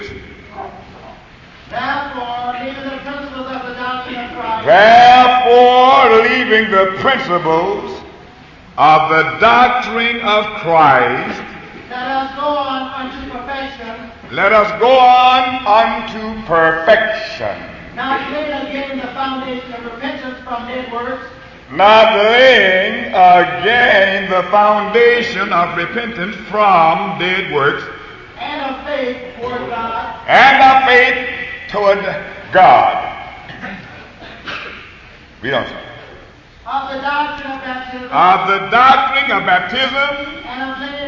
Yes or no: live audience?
yes